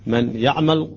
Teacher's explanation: لاحظوا الصوت انقطع قليلا من يعمل هذا صوت الغنة